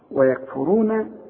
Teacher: يبقى الراء هي اللي في هذه الكلمة المفخمة فقط